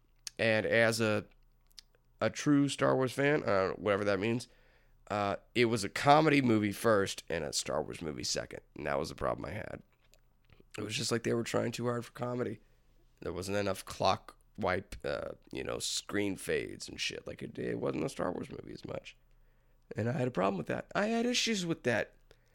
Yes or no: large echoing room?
no